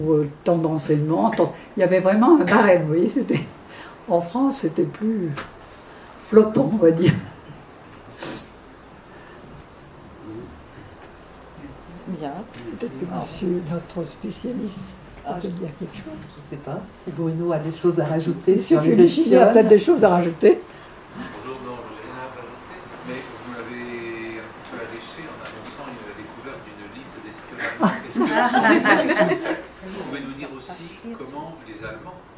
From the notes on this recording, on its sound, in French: Conférence du 8 février